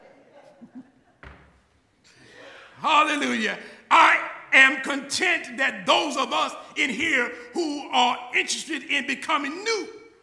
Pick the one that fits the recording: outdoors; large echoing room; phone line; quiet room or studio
large echoing room